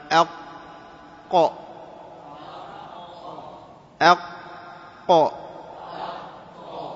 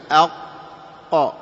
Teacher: من حروف الشدة، لأنه شديد شديد، فلا يجري معه ماذا؟ فلا يجري معه الصوت